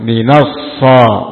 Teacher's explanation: Sad fathah. Bacanya bibir tidak dimajukan.